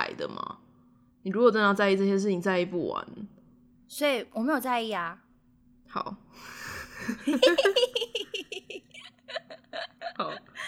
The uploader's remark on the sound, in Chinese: 直播節目會有一些現場音或不可抗力干擾。